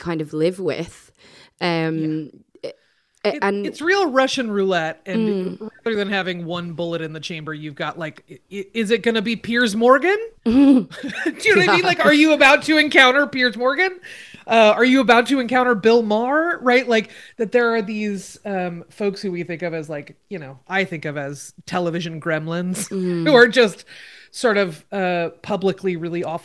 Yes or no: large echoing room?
no